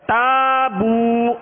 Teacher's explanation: تابو واو مدہ ہے، ہونٹوں کو کامل گول کر کے ایک الف کی مقدار میں اسے بھی کھینچ کر ادا کرنا ہے